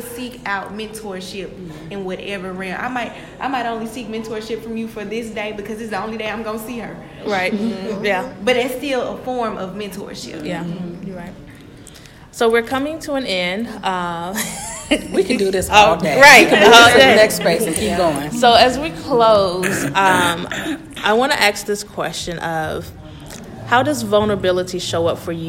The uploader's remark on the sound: Hosted a LIVE recording at ACPA 2020 in Nashville, TN!